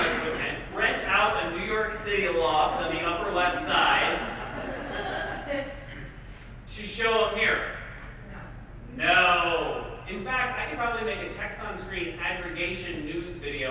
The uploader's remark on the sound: I gave an amazing talk at the (Digital Crush Conference) in Washington